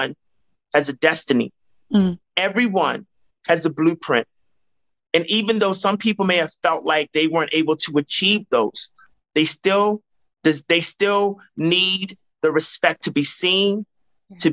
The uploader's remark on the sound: joined me on a Zoom